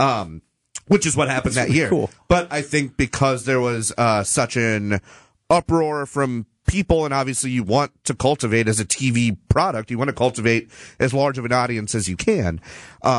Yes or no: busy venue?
no